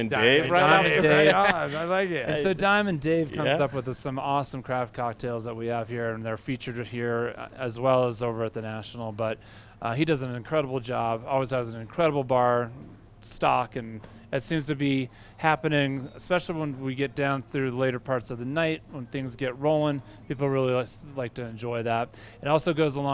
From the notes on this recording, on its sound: Live in Telluride at the LittleHouse.